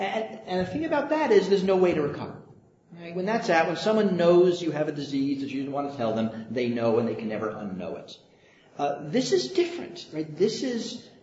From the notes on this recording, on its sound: at a live recording of the podcast at IAPP’s Privacy